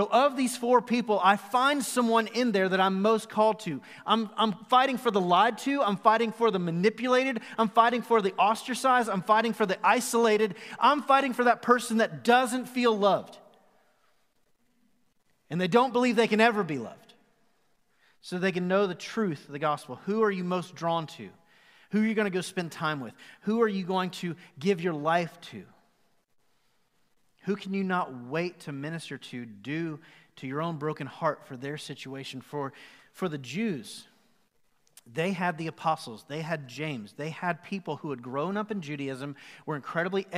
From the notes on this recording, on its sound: Recorded live at the Fellowship Mt Juliet campus on January 24, 2021.